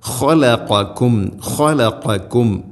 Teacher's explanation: ഈ ഖാഉം ഖാഫും ഇസ്തിഇലാഇന്റെ സ്വരഭാരത്തിൽ ഉച്ചരിക്കേണ്ട അക്ഷരമാണ്. ഖലഖക്കും ഖലഖക്കും മഖ്റജ് തെറ്റാതെ കൃത്യമായിട്ട് തന്നെ ഉച്ചരിക്കണം.